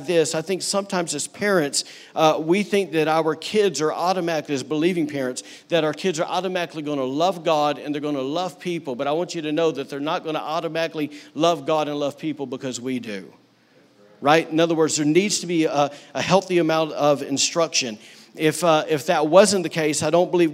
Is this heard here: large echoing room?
yes